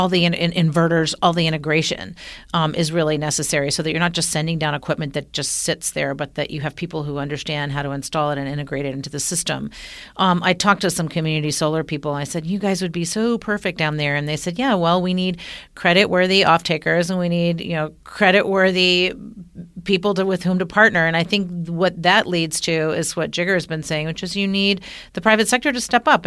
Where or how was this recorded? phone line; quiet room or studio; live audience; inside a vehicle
quiet room or studio